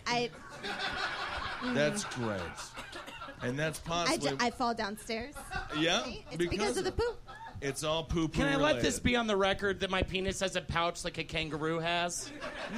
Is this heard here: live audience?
yes